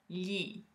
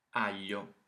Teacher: But instead of bringing the tip of our tongue up behind the teeth like we do in the English L sound, we flatten the whole tongue right against the roof of our mouths, or the palate, which is why it's called palatal L